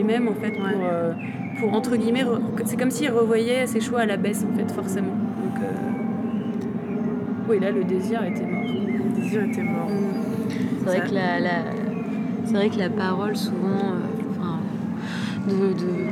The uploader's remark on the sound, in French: En direct de la Cave40 à Bourges, sur rAAdio cAArgo !